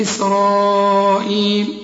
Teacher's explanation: لازم أمد إسرائيل عند الوقف وعند الوصل · Term: مد واجب